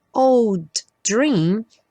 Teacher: old dream, temos DD. Só um D aparece.